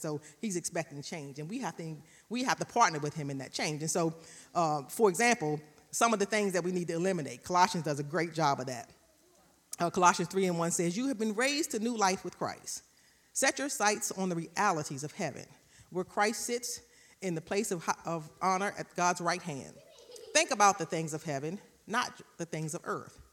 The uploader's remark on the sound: recorded live on April 24, 2022 at Newark United Pentecostal Church